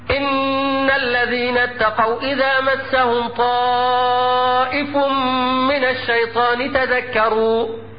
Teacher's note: مثال لنون مشددة غنت بمقدار حركتين، ومثال لميم مشددة غنت بمقدار حركتين.